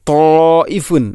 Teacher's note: ത എന്ന അക്ഷരം ഉച്ചരിക്കുമ്പോൾ നാവിൻ്റെ മധ്യഭാഗം അണ്ണാക്കിലോട്ട് ചേർന്ന് വരണം.